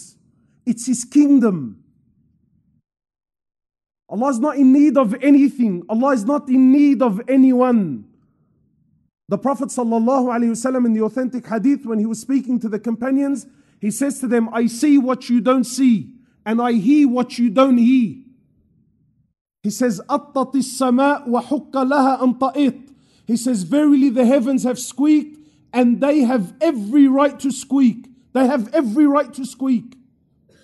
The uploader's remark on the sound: Special Event From Masjid Al-Azhar, Belmore